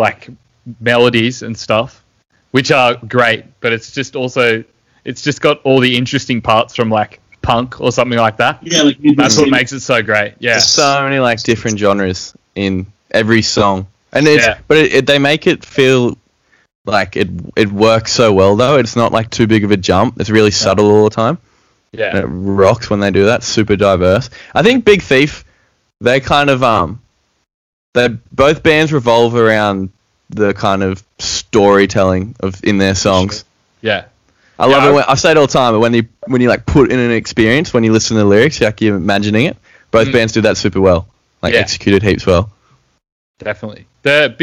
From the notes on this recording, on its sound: Yep, we cooked the audio again.